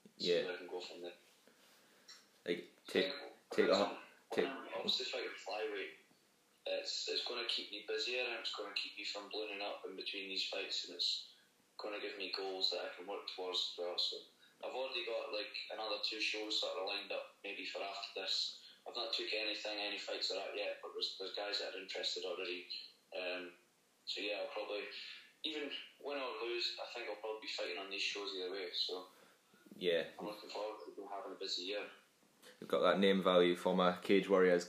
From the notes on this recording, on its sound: via phone call